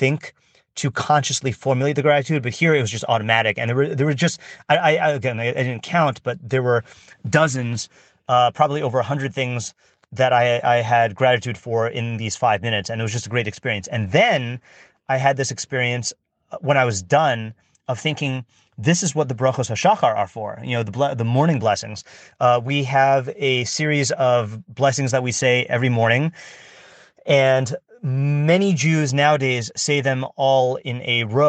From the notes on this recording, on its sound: I decided to just record it in my parked car without any texts in front of me.